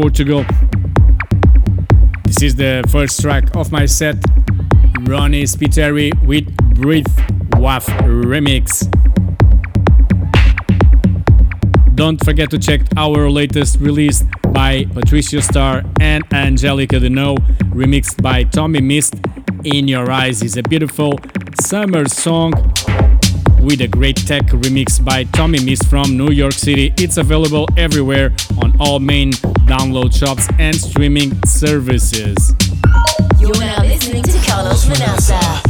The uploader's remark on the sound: Techno set recorded last June 10th at Sala 8 in Coimbra, north of Portugal.